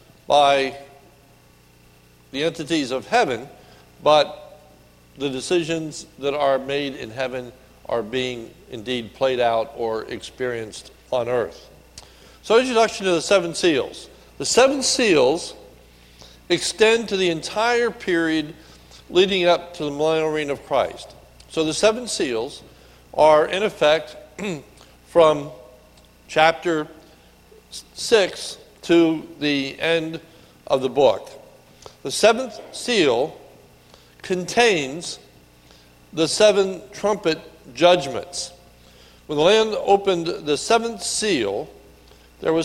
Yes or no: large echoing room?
yes